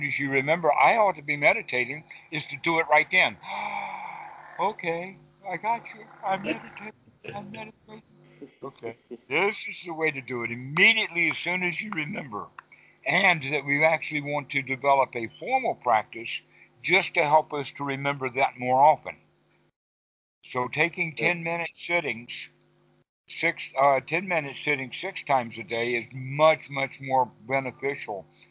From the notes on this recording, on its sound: Skype calls on this channel.